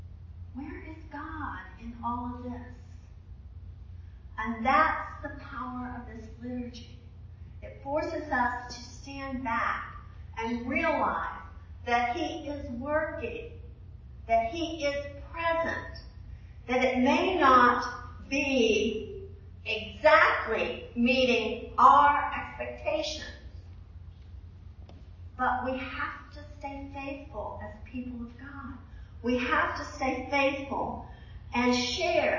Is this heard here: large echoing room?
yes